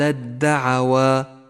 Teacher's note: تشترك التاء والدال بنفس المخرج وتختلفان ببعض الصفات، يسمى إدغامهما إدغاما متجانسا، يدخل الأول بالثاني ويسقط الأول من اللفظ تماما، ولذلك لون حرف التاء بالرمادي إشارة إلى سقوطه من اللفظ، وشدد حرف الدال الذي بعده.